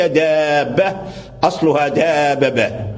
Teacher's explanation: فأدغم الباء الساكن في الباء المتحرك